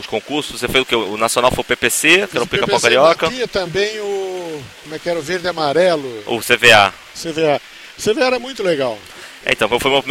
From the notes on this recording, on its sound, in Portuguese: Ao vivo da Ham Radio.